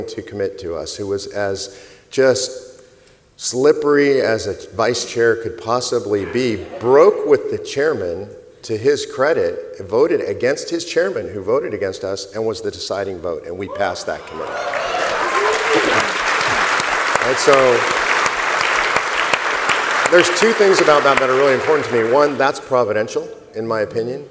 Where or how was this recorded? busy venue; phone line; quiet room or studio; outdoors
busy venue